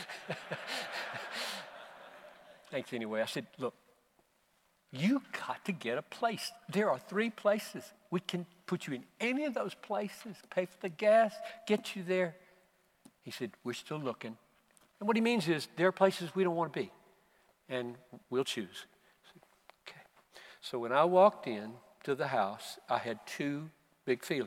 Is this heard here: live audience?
yes